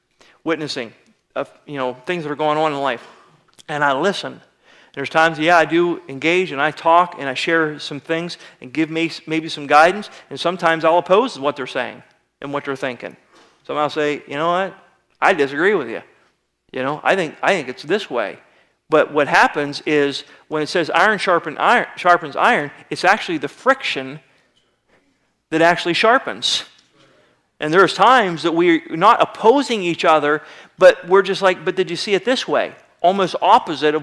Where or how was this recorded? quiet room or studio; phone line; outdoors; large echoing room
large echoing room